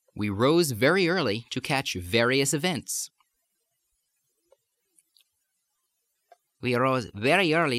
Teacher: the V sounds like it's migrating toward the B and the B sounds like it's migrating toward the V